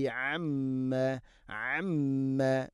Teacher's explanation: മീമിന് ശദ്ദ് മണിക്കണം